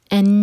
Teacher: ان نون پر شدہ ہے تو نون پر غنہ، نون کو ہولڈ کریں گے دو سیکنڈس